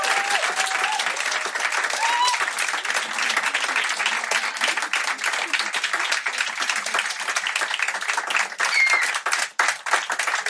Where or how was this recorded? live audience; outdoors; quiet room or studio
live audience